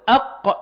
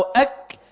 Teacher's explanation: إذا وقفت على القاف والكاف وقلت أق أو أك تجد القاف أقرب إلى الحلق والكاف أبعد منه